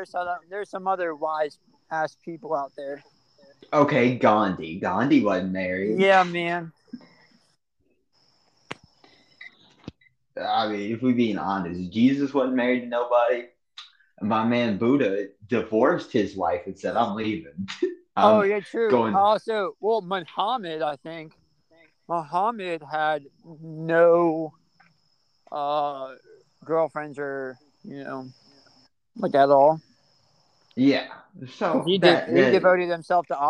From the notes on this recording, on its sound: he was recording outside